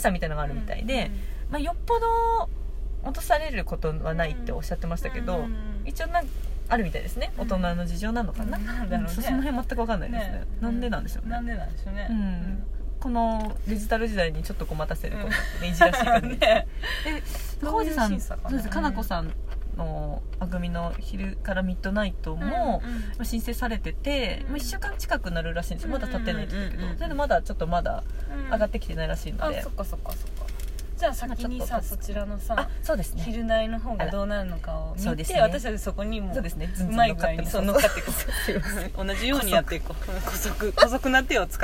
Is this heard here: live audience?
no